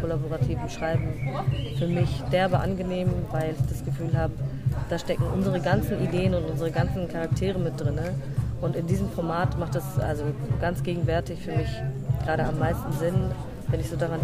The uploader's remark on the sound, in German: Mit Iced Coffee (Hafermilch) sitzen wir auf dem Schulhof des Prosanova-Festivalgeländes in der Sonne.